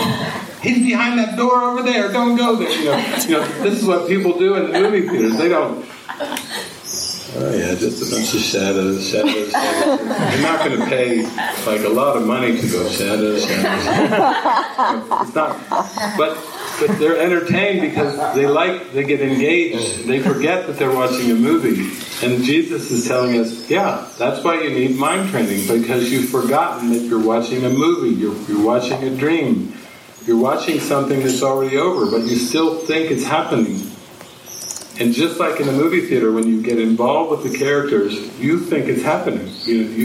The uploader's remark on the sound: This session was recorded during a weekend retreat at the Sitio Gloria retreat center outside of Sāo Paulo, Brazil, in the morning of December 1, 2019.